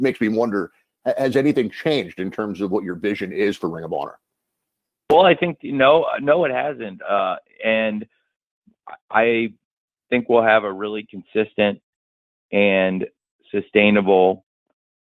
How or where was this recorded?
phone line